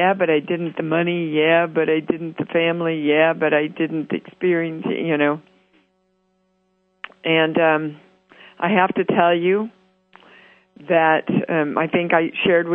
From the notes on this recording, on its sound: international call-in show Conscious Creation on the 7th Wave Network on Voice America